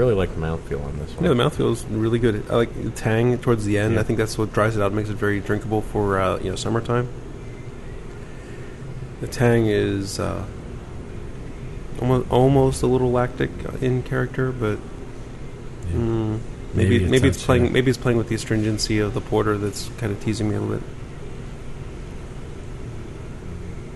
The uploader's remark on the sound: Recorded at Hough's in Pittsburgh